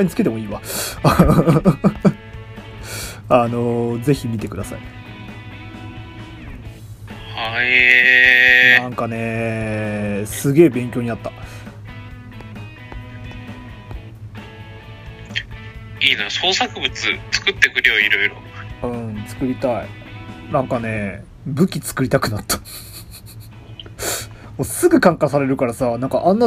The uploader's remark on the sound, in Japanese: 録音機材：iPhone7